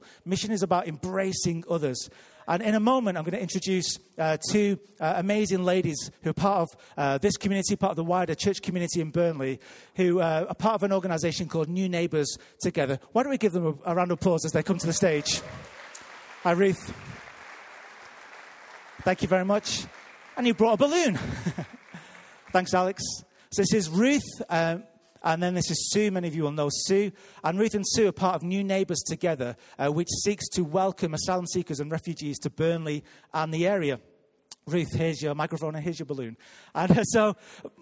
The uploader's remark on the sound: Recorded live at Life Church Lancashire on 10th February 2019.